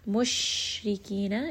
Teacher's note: ra in this case is going to be light because it has a kasra. Ki is going to be a two-count med.